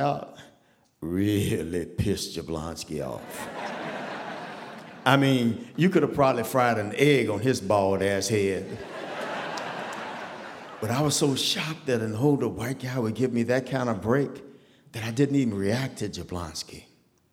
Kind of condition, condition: setting, live audience